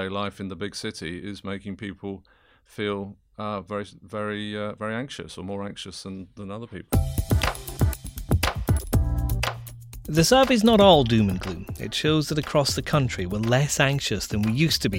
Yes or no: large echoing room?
no